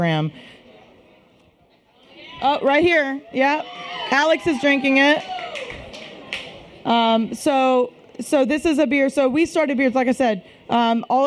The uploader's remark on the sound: We're at BrainDead Brewing for the Women of Craft Beer 2017 panel as part of North Texas Beer Week.